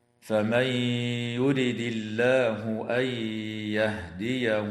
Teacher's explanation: النون الساكنة في قوله تعالى فمن يرد حكمها الإدغام مع الغنة في الياء بعدها، وكذلك النون الساكنة في قوله تعالى أن يهديه تدغم في الياء أيضا مع الغنة. واللام في اسم الله هنا وقعت بعد كسرة فحكمها الترقيق